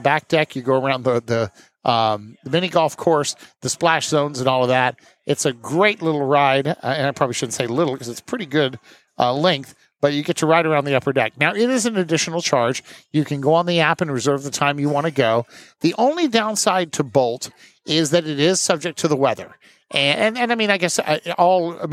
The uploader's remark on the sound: Recorded live onboard the maiden voyage of Carnival Jubilee.